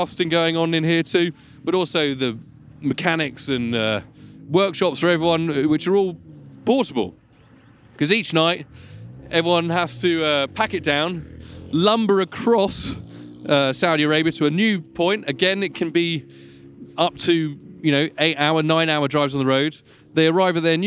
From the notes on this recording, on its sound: Live From The Dakar Rally. Recorded at the bivouac.